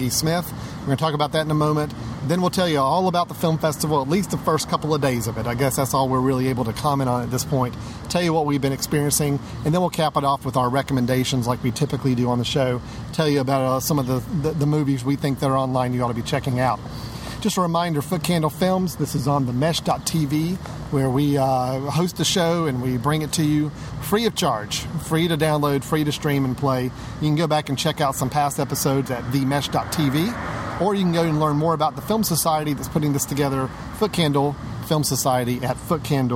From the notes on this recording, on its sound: Brave the sunlight outside the studio and record in a park…in downtown Winston-Salem, NC...which just so happens to be hosting the 15th Annual RiverRun International Film Festival.